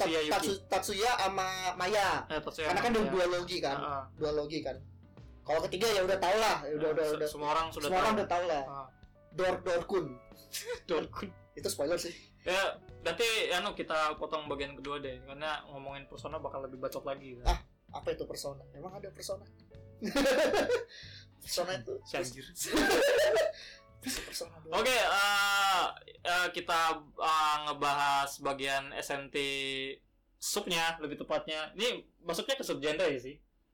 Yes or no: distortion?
yes